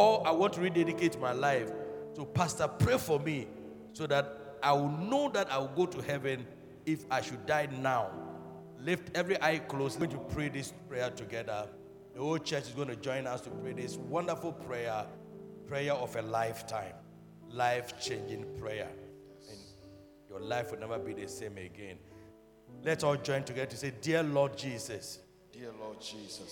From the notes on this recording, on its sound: Preached at the Truth Cathedral, Loyalty House International, Abbey-Dawenya